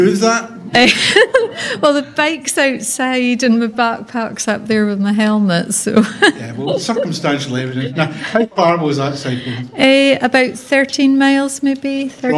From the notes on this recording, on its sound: In front of a live and lively audience at the new Inverness Festival of Walking & Wheeling.